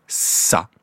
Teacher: l'obstacle est au même endroit que pour faire le ta, mais que vous laissez passer un petit peu d'air, ce ne sera pas ta, mais ce sera ça.